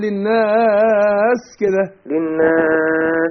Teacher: أنا بغن النون بديها غن حركتين النون مشددة بتاعت الناس